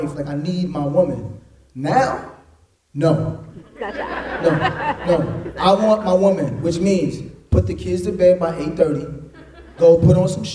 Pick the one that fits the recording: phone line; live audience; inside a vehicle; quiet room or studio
live audience